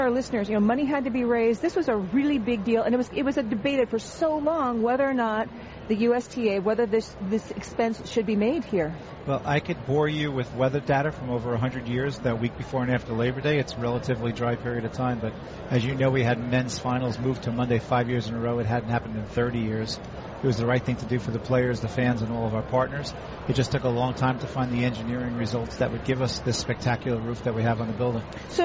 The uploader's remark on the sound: Live from the 2016 US Open.